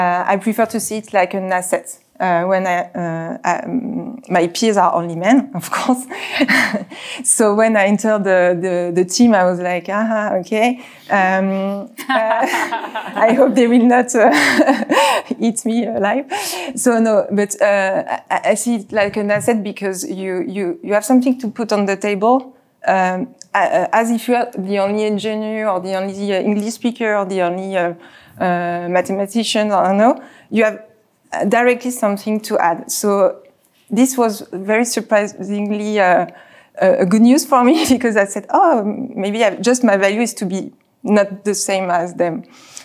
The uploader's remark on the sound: a session from the Future of Field Service Live Tour stop in Paris